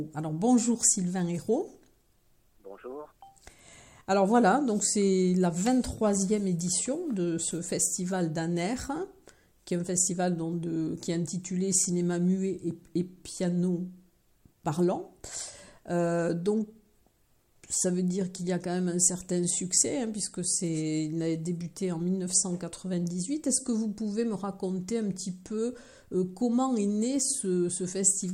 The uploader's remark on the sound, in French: Interview téléphonique